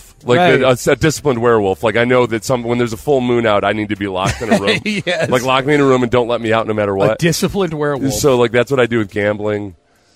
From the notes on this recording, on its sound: live in Las Vegas for Radio Row day 2